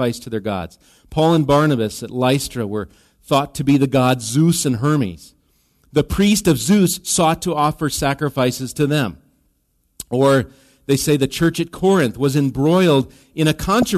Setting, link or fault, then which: setting, live audience